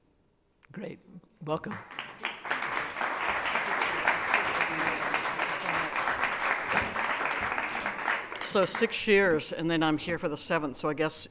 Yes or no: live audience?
yes